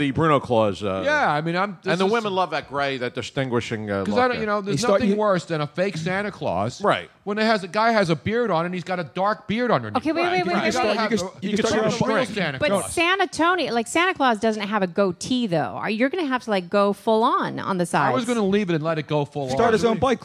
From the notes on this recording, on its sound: Live from MOONSHINE.